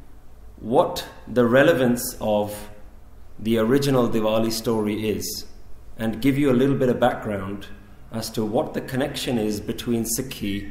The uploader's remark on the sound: recorded in November 2015 at Central Gurdwara Khalsa Jatha, Shepherds Bush, London UK.